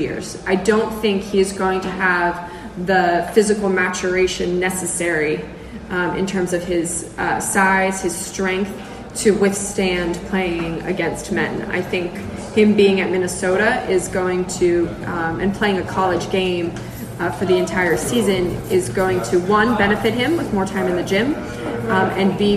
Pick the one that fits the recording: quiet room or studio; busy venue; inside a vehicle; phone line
busy venue